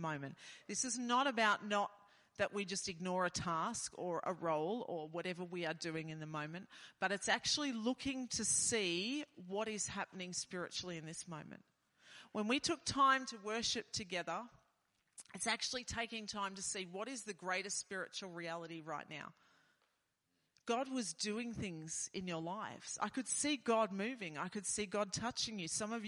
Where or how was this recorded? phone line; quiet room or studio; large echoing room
large echoing room